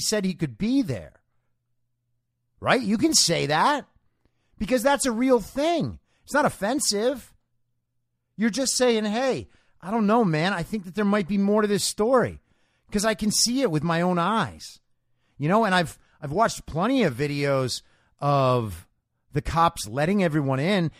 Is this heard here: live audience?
no